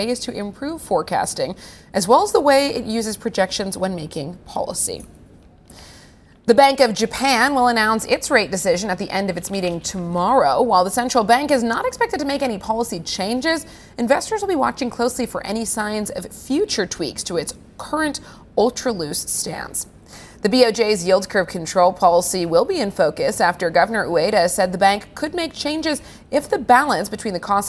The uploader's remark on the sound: We are live at Vivatech in Paris.